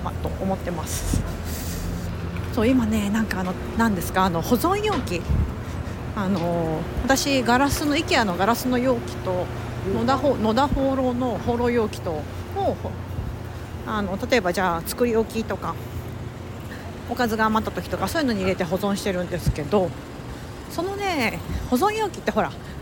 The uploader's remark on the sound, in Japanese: NYを歩きながら雑談。